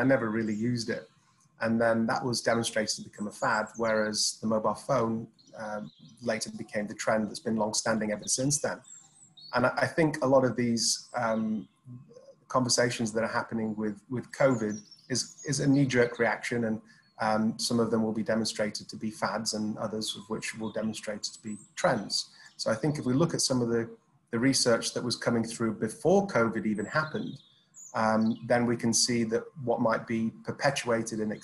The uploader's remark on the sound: Filmed over Zoom between the UK and Dubai.